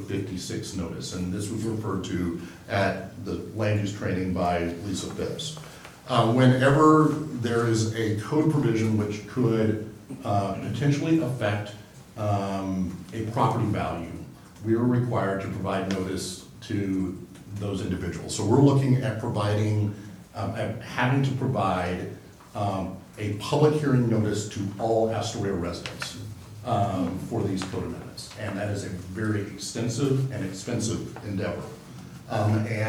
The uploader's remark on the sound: Live recording of Astoria City Council meeting. Held in council chambers at 1095 Duane Street, 7 pm. This recording begins slightly after the opening gavel.